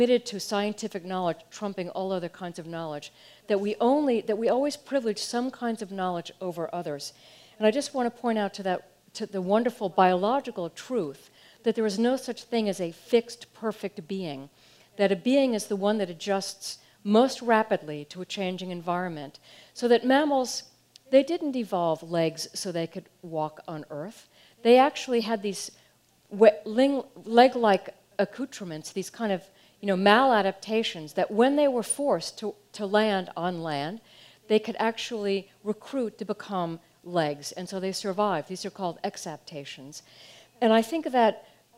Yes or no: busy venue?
yes